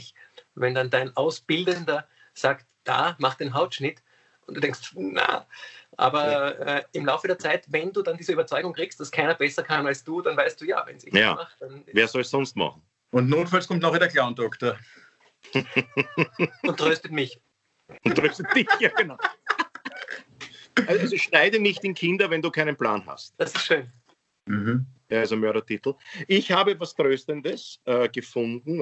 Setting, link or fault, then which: link, video call